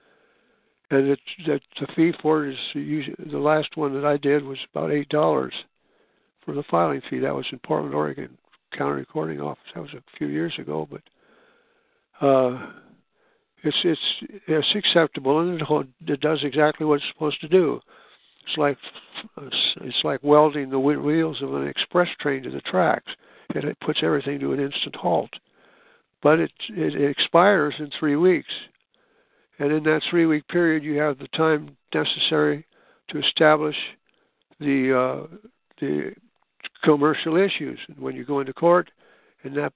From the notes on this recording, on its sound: who are scheduled to join with us in this phone-conference